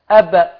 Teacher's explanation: صوت الباء ده خرج إزاي؟ بتصادم الشفة العليا مع الشفة السفلى